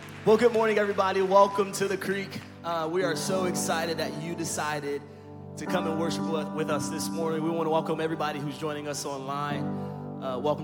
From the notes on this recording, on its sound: Recorded live at Stevens Creek Church.